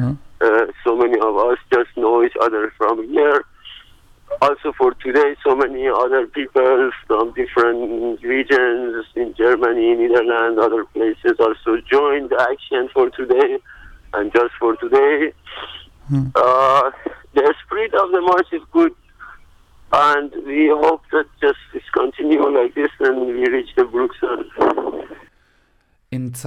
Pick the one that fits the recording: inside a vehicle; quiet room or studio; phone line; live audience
phone line